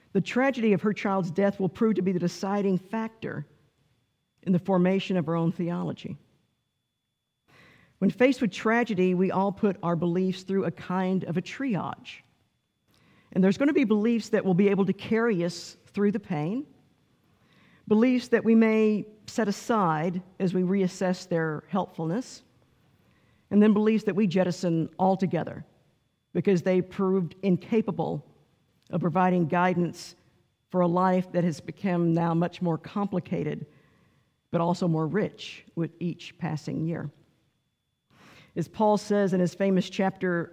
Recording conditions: large echoing room